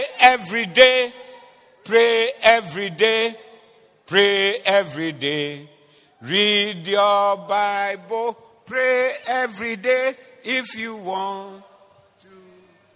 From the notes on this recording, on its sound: Preached at the Doxa Service 24092023